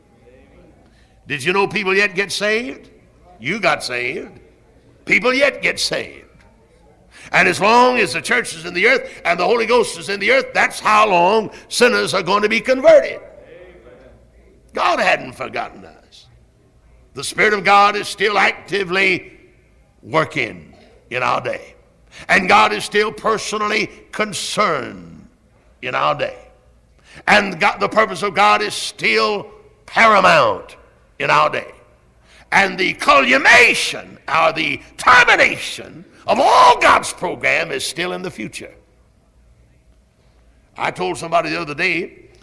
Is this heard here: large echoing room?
yes